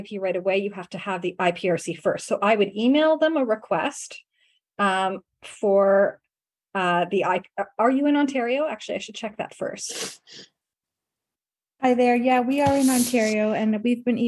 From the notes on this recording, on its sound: this was initially recorded as a video webinar